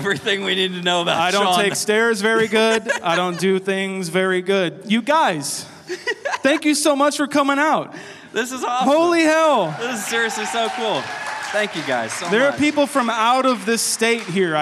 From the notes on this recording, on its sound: We’re headed to Cedar Ridge Distillery for our first ever live show featuring Road House! It’s time for Road House LIVE!